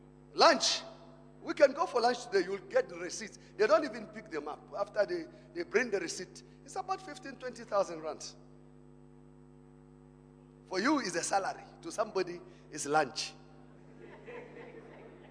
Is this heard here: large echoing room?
yes